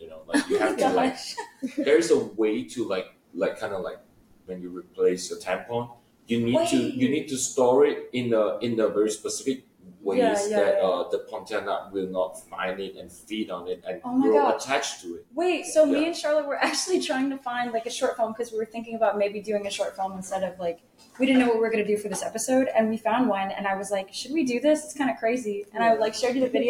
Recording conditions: poor microphone